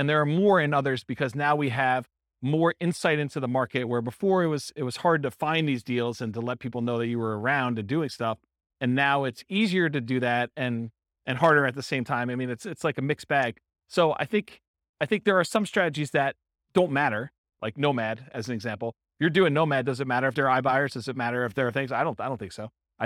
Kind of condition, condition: setting, live audience